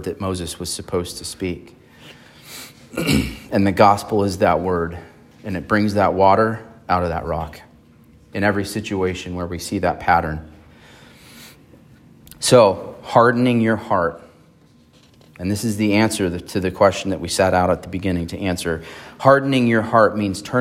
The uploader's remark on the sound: on September 10, 2023 at Emmanuel Baptist Church in Fallbrook, California.